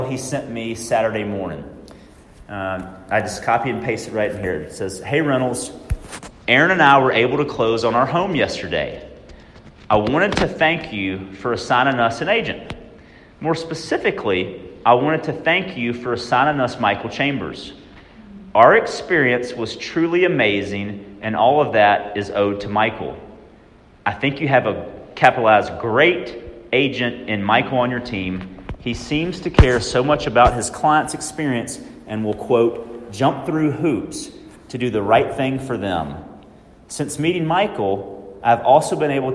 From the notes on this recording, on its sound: I attend a session at the Leading RE Conference in Vegas